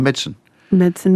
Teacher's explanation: And you regularly lose a syllable.